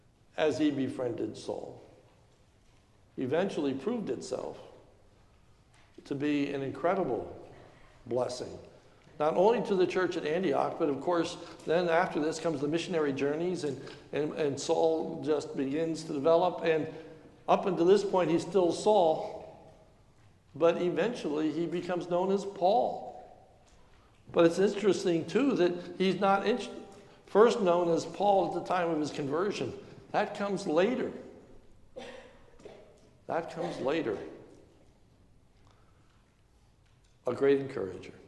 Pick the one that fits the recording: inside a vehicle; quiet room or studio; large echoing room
large echoing room